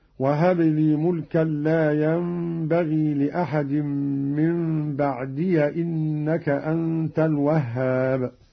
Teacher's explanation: قرأ قالون بفتح الياء من بعدي وصلا